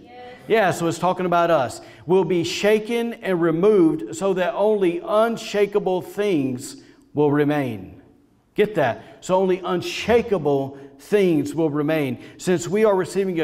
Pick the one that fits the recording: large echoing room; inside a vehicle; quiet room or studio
large echoing room